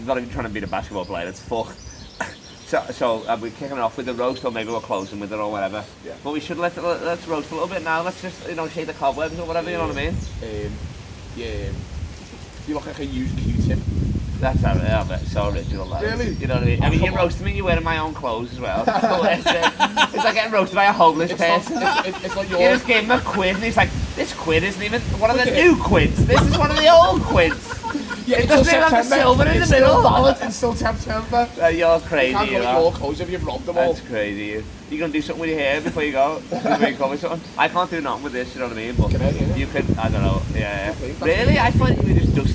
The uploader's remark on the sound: Stoned Outside. Got too stoned to live the pub so we had to record outside! We riffing in the wind.